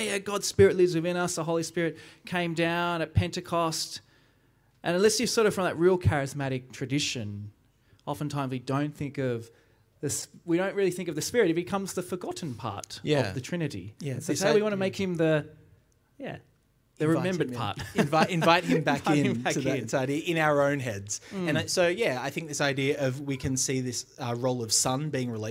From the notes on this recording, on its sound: recorded live at our 10am Sunday Service!